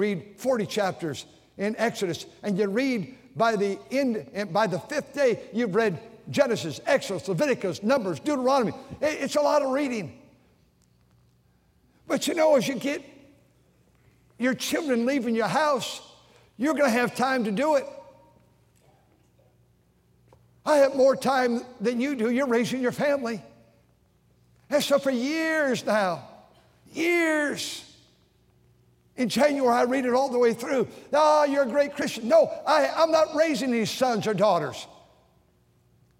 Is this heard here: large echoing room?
yes